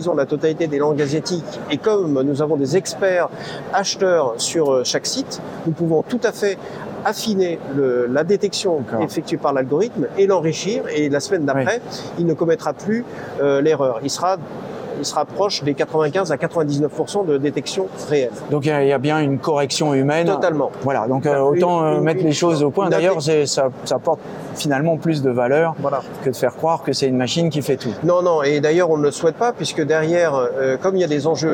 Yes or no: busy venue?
yes